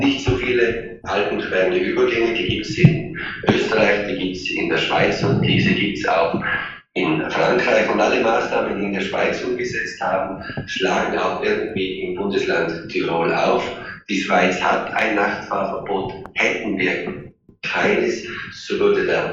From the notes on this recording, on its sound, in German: Live aus Brüssel. Schlechte Tonqualität.